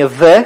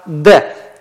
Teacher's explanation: произносим ее уже не «the» исторически, а «de», то есть по смычному варианту